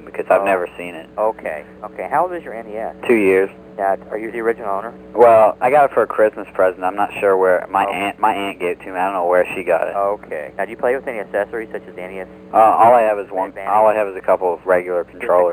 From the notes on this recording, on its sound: RBCP's Personal Prank Phone Calls Collection: NMK 27 - Nintendo.